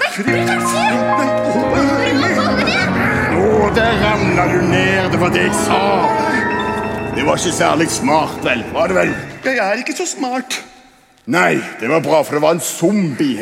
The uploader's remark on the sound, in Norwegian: Live fra Kampen Kirke.